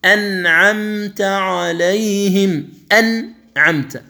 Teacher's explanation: أن هنا تقطع بالغنة، يعني الغنة مركبة في جسم النون · Term: إظهار النون الساكنة